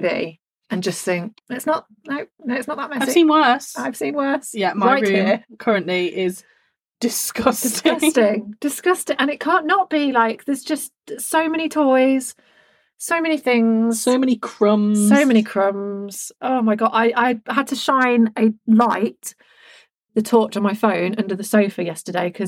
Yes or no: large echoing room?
no